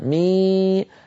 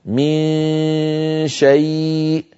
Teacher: أنت الآن تخفي نونا عند شين، بمعنى أنك تنتقل من مخرج الحرف قبل النون إلى مخرج الشين من غير الضغط. فالآن يخرج صوتان: غنة من الخيشوم لها الغلبة والهيمنة، وصويت من الفم · Shown in: second take · بسبب أن مخرج الشين مفتوح ليس فيه انغلاق للمخرج، فيبقى صويت.